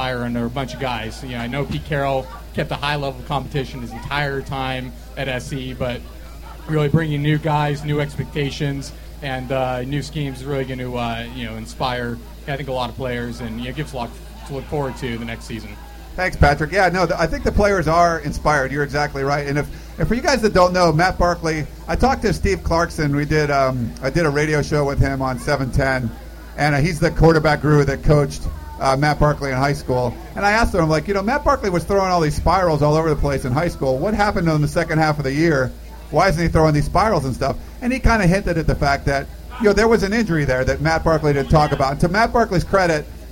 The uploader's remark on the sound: We recorded a very special podcast with a live audience of USC fans that gathered to celebrate the newest crop of Trojans.